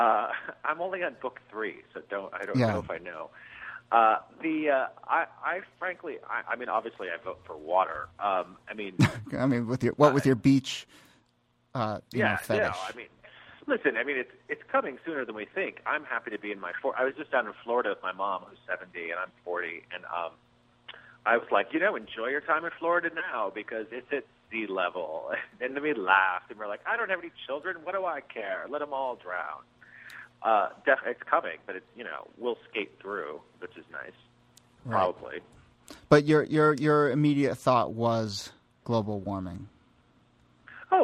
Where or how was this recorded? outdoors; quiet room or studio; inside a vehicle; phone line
phone line